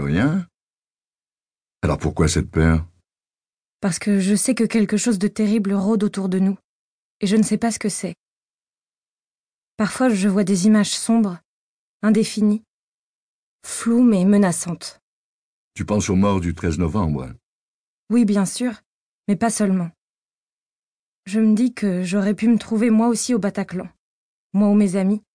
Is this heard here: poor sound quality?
no